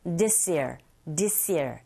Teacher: this year s sound와 이열의 e라는 모음의 소리가 만났으니 there's a liaison, 연우 현상이 또 일어나죠. 그래서 우리에게 전달될 때는 this year라기보다는 this year, this year 이렇게 연결해서 소리 내시면 훨씬 발음하기가 편하죠.